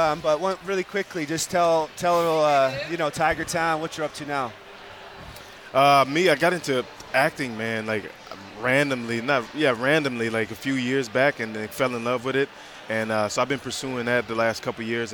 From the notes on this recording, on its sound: at the Grey Cup Festival in Hamilton